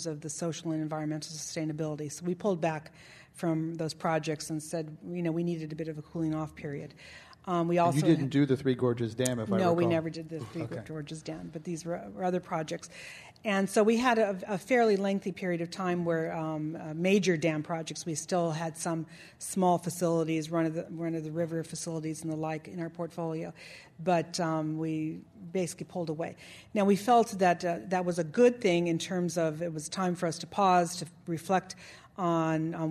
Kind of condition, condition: setting, live audience